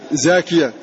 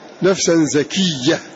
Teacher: قرأوا زاكية بألف بعدها ياء مخففة